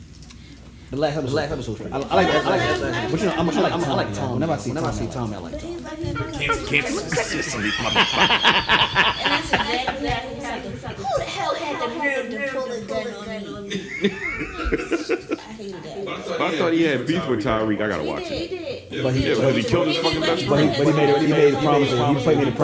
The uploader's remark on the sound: Its a little echo.. Its the Mic Fault.